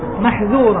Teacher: ما يجعل تفخيم الراء مؤثرا في الذال، ما يقول محظورا.